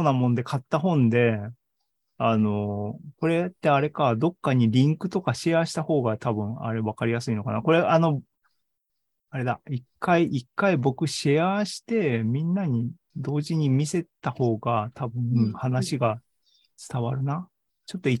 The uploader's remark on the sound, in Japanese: ZOOMライブの模様です。